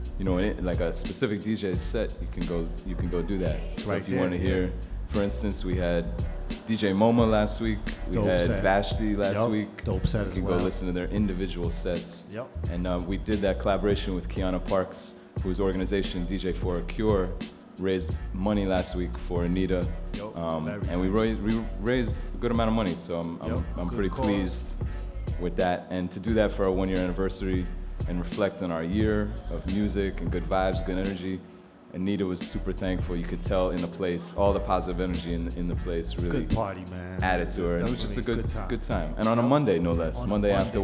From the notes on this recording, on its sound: Originally broadcast live on March 28, 2016 from the storefront of Meridian 23 music bar